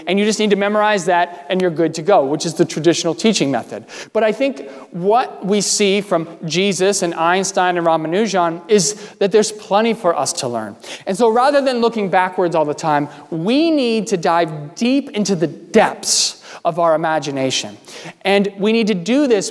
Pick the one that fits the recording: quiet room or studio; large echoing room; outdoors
large echoing room